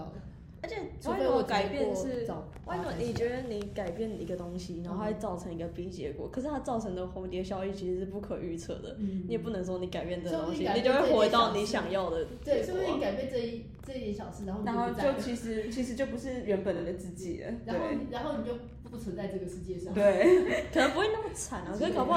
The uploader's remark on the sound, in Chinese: 因為我們錄音被提醒音量降低，。所以後半段有一段比較小聲，。